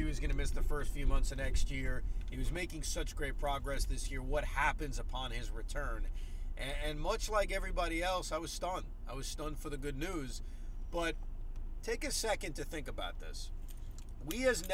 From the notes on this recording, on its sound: While driving home from Barclays Center.